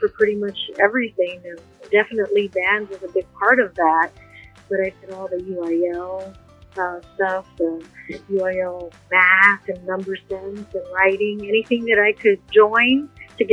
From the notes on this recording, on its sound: Sincere apologies for some of the sound quality. Cell phone interviews has its challenges.